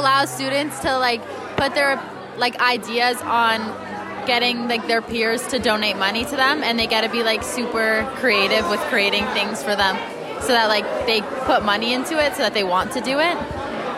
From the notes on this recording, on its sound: We took our microphones to the halls of the Lower, Middle, and Senior Schools during Connections Week to listen to the sounds and voices of our students raising money for our Connections Partners.